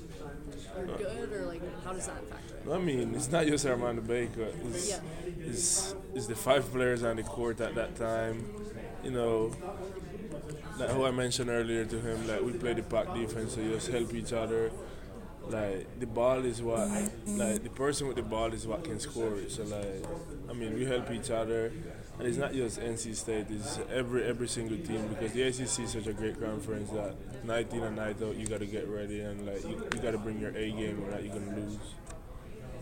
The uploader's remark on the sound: You'll also hear audio from the televised press conference